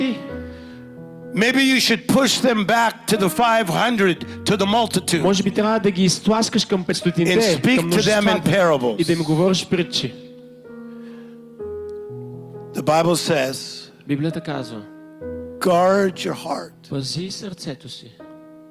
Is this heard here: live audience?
yes